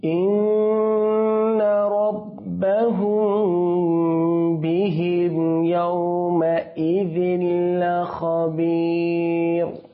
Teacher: মিম সাকিনের পরে বা আসছে এই কারণে কি হচ্ছে গুণনা হচ্ছে · Term: ইখফায়ে শাফাবি